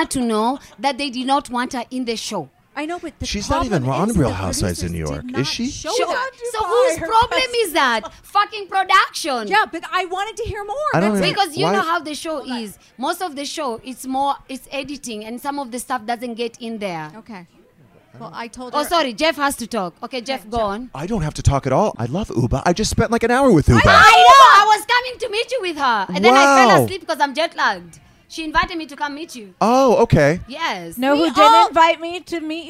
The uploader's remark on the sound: Live from BravoCon